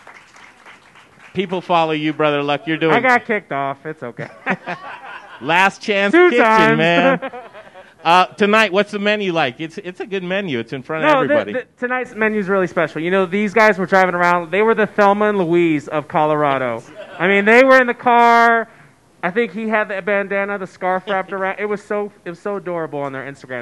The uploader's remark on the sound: cooking live at Pizza Republica and talking to guests!